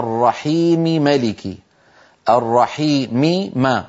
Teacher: فالتقى هنا ميمان في اللفظ لكن الميم الأولى متحركة فلا إدغام على رواية حفص ولا على قراءة نافع أيضا.